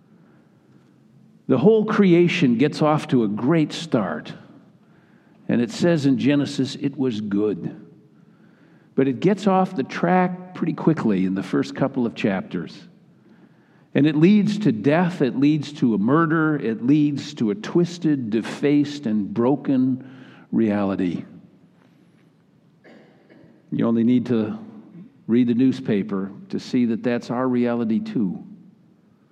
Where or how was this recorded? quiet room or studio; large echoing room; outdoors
large echoing room